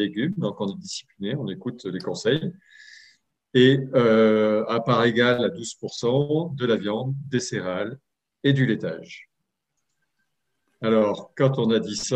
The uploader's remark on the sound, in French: 4 décembre 2020 en visio